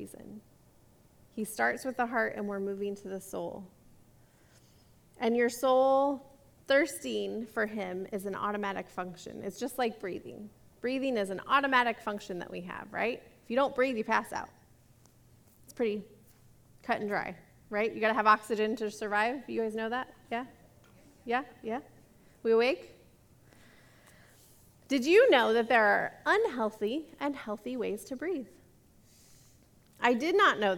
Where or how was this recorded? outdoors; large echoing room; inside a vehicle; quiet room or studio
large echoing room